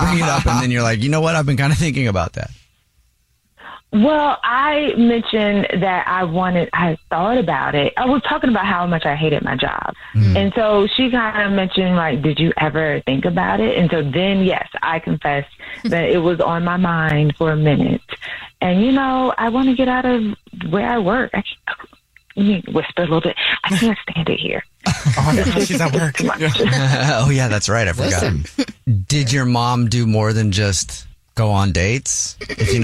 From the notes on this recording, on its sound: There's a woman on the phone